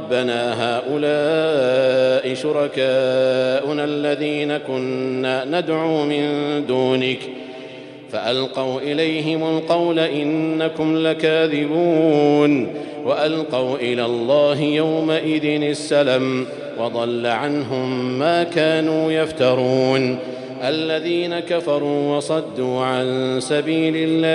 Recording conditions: large echoing room